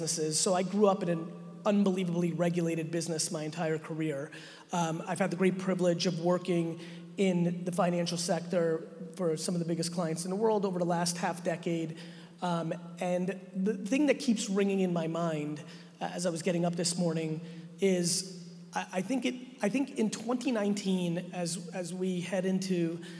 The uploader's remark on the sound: a brand new keynote I did at the 2019 Financial Brand Forum in Vegas on April 15th